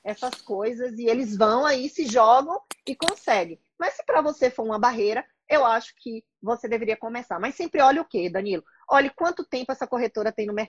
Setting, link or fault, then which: link, video call